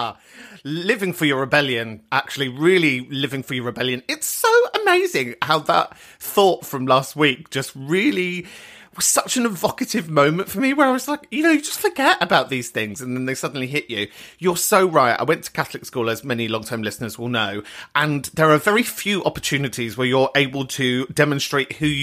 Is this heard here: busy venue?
no